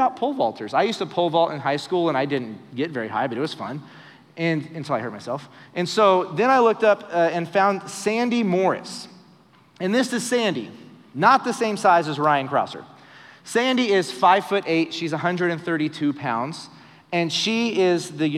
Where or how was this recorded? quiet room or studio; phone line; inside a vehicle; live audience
live audience